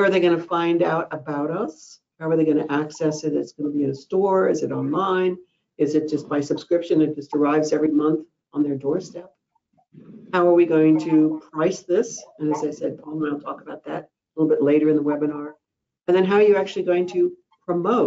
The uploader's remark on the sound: Listen to the recording of the online event.